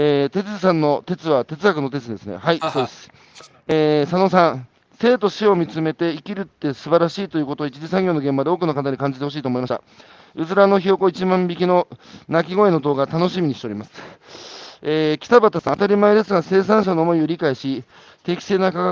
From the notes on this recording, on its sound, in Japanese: 歩きながら1時間、対談する